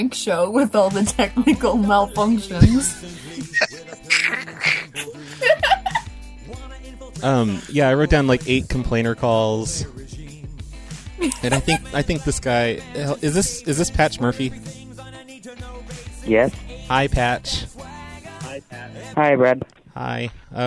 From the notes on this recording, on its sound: Prank Phone Calls Collection